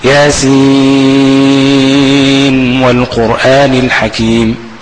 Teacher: ساكنة، فالمفروض الواو جت بعدها في كلمة تانية والنون في كلمة، يعني في كلمتين، يبقى الأصل ان هي تدغم، لكن الرواية جاءت هكذا، فده إظهار سموه إظهار رواية، ان النون هتظهر هنا مش هتدغم